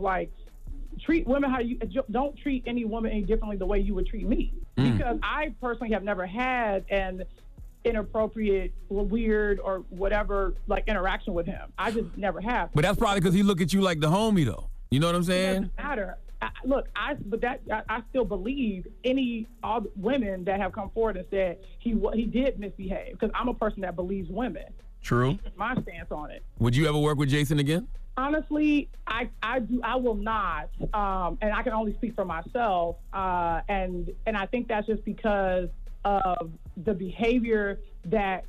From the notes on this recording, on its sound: a surprise phone call